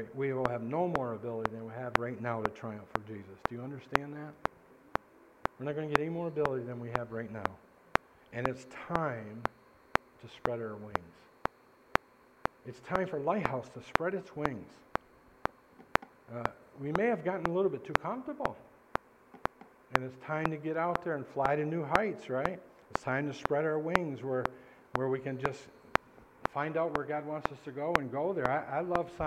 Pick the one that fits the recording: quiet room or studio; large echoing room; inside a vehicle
large echoing room